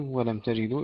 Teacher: إدغام بلا غنة لخلف عن حمزة